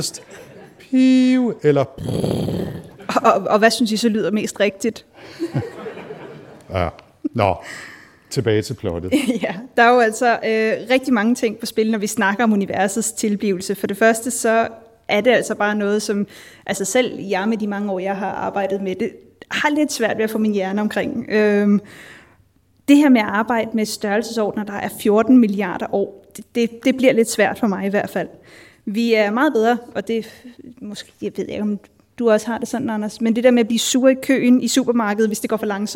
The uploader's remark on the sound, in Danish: RumSnak LIVE. Vi har hele tre gæster med i auditorie O-100 på Syddansk Universet, foran et levende publikum.